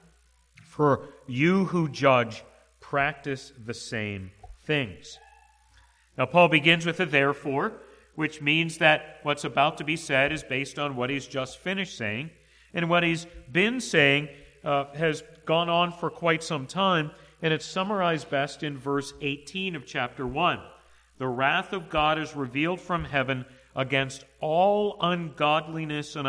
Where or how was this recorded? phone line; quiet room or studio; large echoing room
large echoing room